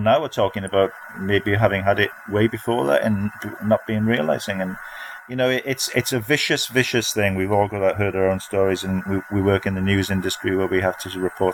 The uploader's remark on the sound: Our writers join forces remotely. Apologies for any sound issues from recording remotely.